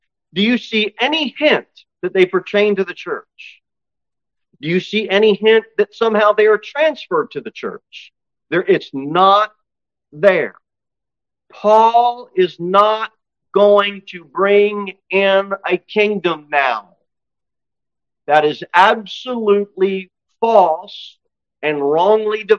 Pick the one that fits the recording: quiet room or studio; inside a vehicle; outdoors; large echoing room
large echoing room